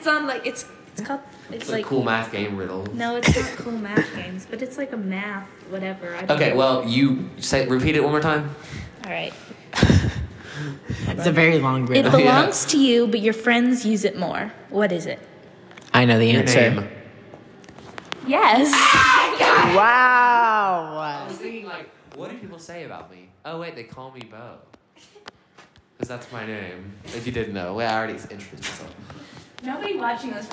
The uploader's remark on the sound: We'd also like to apologize for the echo! Since this is a starting podcast, the sound quality isn't the best!